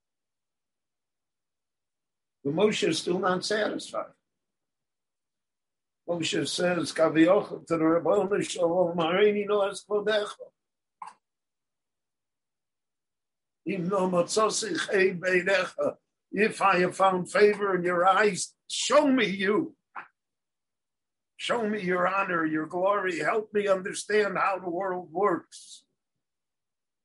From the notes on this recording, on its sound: Given LIVE in Jerusalem via Zoom.